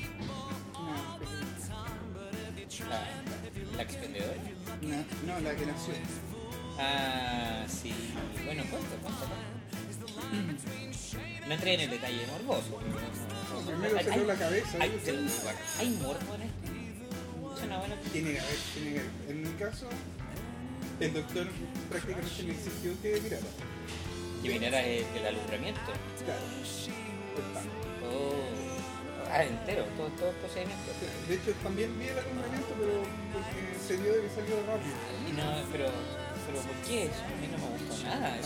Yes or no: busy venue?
yes